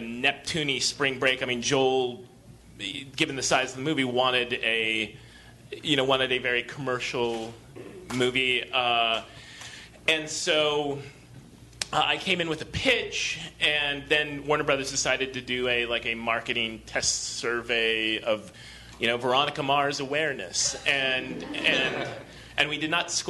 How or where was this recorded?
busy venue